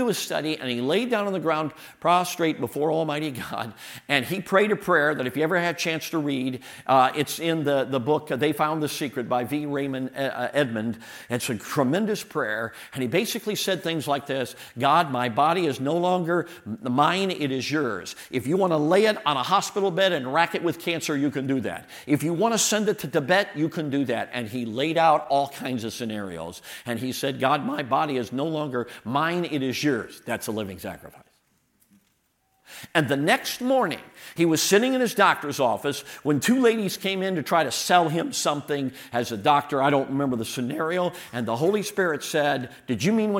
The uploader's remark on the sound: all of the sermons and workshops delivered at the 2023 Thee Generation Youth Summit at Falls Baptist Church in Menomonee Falls, WI this past October 11-13, 2023